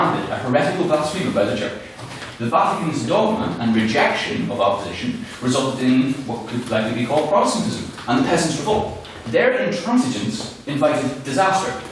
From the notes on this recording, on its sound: the recording of the fifth Ordinary Meeting of the Society, where the House convened to discuss the motion